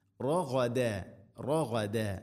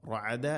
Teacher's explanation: ഗൈന് തൊണ്ടയുടെ മുകൾ ഭാഗം · Shown in: first take